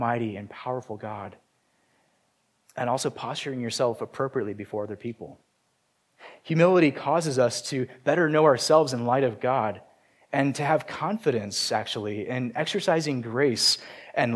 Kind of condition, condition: setting, large echoing room